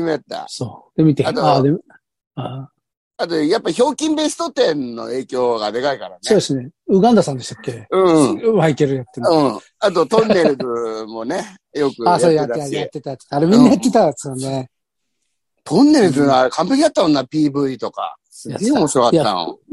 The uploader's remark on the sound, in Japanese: ZOOMで収録。